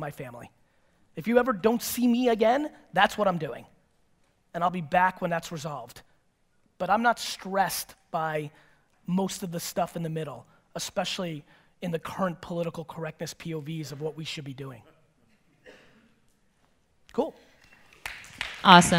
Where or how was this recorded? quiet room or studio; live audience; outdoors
live audience